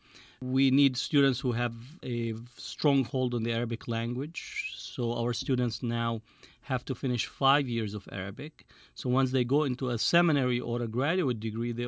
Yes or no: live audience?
no